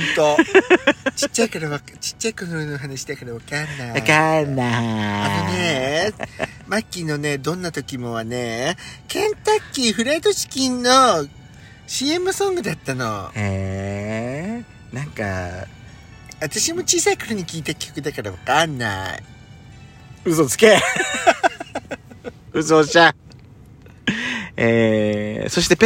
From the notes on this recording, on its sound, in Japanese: パーキング収録